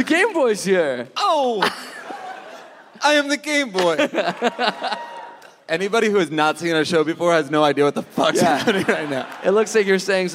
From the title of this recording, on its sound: Live in Chicago!